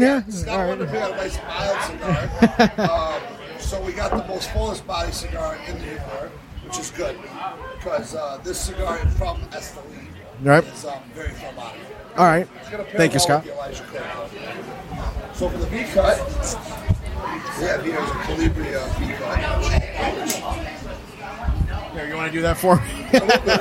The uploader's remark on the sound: Man Cave Happy Hour – Live from Stray Cat Lounge